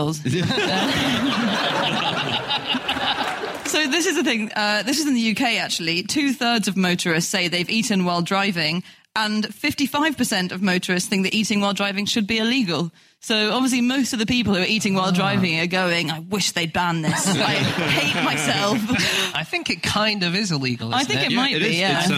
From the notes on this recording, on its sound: Live from the Birmingham mac theatre